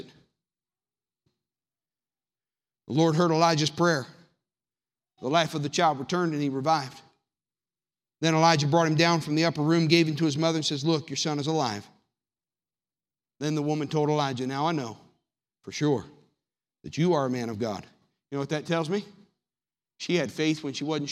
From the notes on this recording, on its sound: Sermon audio from the March 10th, 2019 worship service.